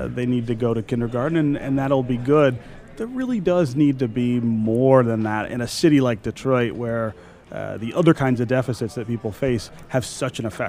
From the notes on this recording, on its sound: from the 2019 Mackinac Policy Conference